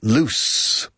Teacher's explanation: Es una sonido de U pura, U española. Y S fuerte, loose.